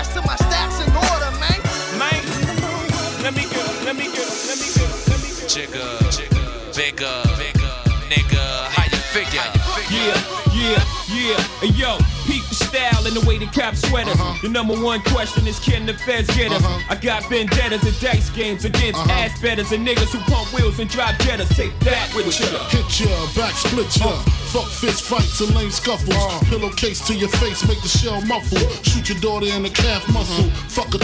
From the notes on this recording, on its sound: Originally broadcast live on September 6, 2018 from the storefront of Kinfolk 90 in Williamsburg, Brooklyn, New York City. Broadcast live on WAXX.fm.